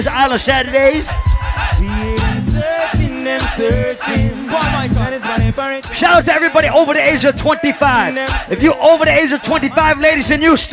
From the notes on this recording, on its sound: LIVE ON AUGUST 20TH AT ISLAND SATURDAYS IN PROVIDENCE, RI